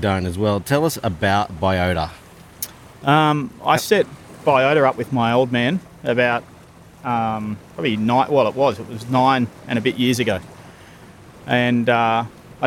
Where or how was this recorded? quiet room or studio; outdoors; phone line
outdoors